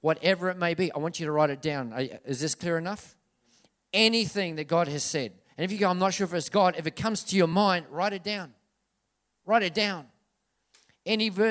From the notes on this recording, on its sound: This message was recorded on Saturday, 27/7/2019 at River Edge Church.